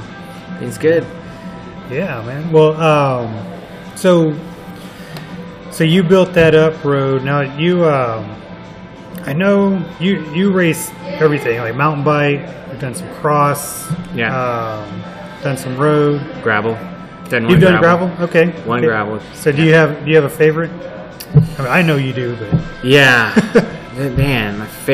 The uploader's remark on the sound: This episode was recorded in February at Toros Coffee Shop in Houston. This episode was recorded in February at Toros Coffee Shop in Houston.